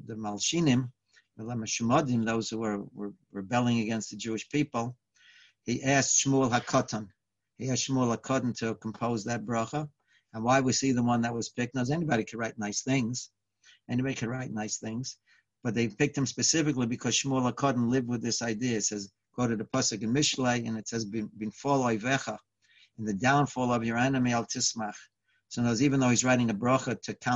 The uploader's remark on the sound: Live On Zoom